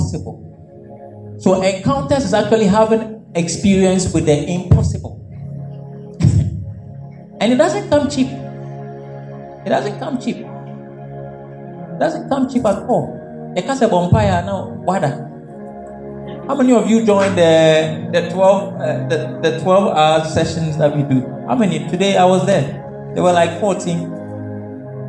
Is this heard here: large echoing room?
yes